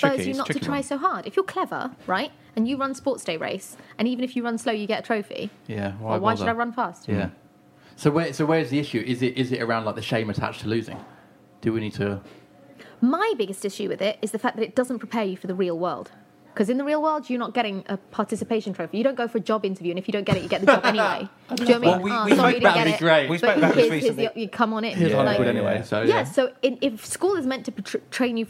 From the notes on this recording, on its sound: at Nordic Bar in central London